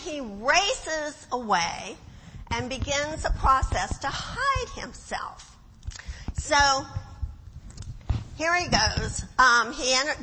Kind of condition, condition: setting, large echoing room